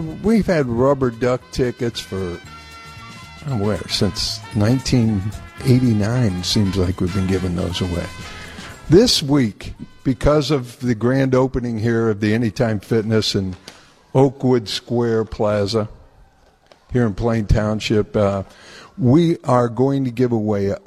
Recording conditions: busy venue